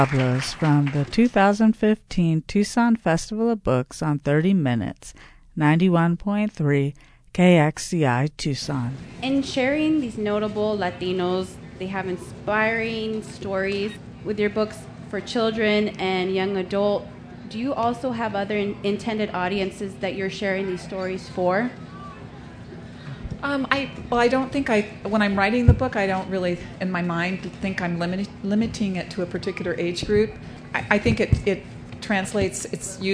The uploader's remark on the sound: a panel from the Pima County Public Library Nuestras Raices Pavillion at the 2015